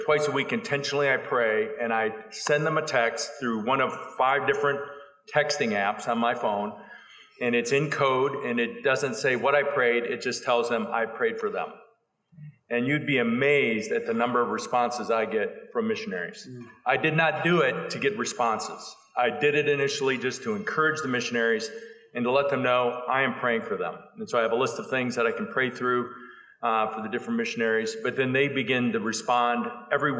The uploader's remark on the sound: panel from the 2021 Radius Missiology Conference